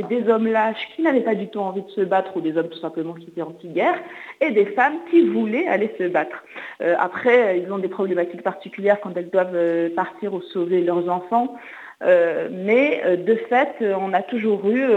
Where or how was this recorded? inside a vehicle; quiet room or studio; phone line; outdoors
phone line